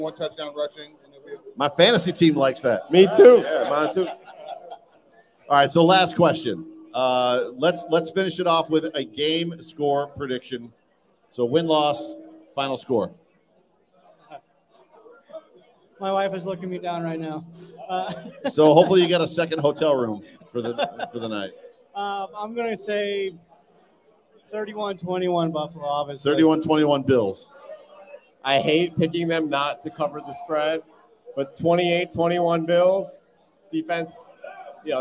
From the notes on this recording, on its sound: Resurgence LIVE. Joined together for a live recording at Resurgence Brewing the night before the Home Opener.